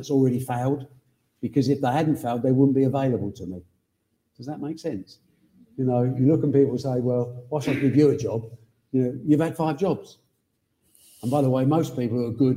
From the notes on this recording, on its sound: this live Q&A episode